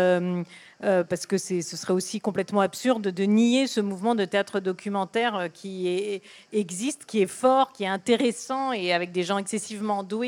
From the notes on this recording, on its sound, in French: Tel est le thème de la rencontre qui s'est déroulée le 22 juillet 2023 Village du Off du festival d'Avignon en partenariat avec ARTCENA.